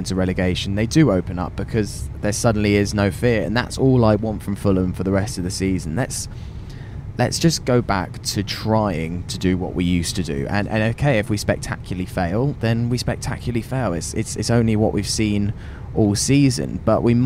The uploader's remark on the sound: Recorded on the train back from the South Coast.